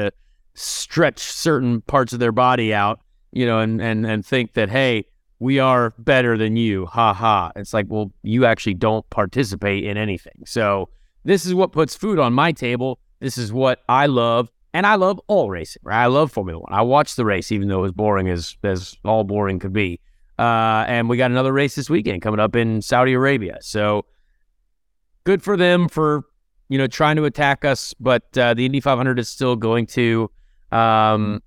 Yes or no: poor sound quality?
no